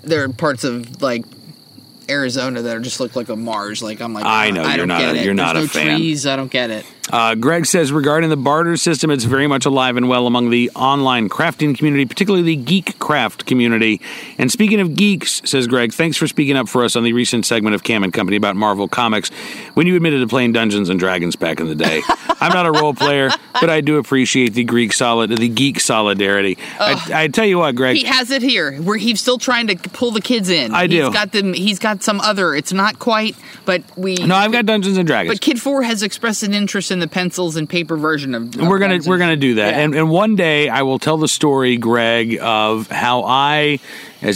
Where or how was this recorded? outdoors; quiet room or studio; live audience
outdoors